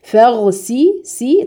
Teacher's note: طبعا السين مرققة والغين مفخمة